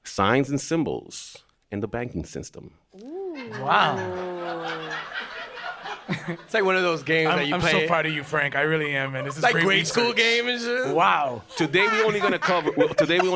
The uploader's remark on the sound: This show was recorded at the Greene Space/WNYC Studios in front of a live sold out studio audience.